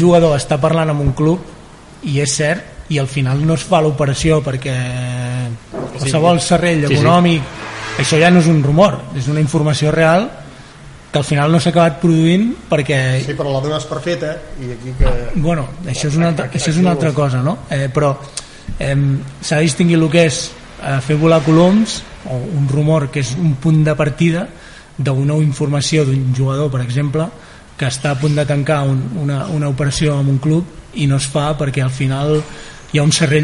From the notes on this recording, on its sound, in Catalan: enregistrada a la Germandat de Sant Isidre i Santa Llúcia